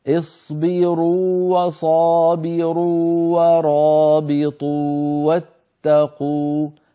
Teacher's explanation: الواو الممدودة مثل اصبروا وصابروا ورابطوا واتقوا، هذه كلها واوات مدية بمقدار حركتين لا إدغام فيها